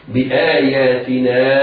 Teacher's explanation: الهمزة بعدها حرف مد فهو مد بدل، وحكمه عند حفص القصر بمقدار حركتين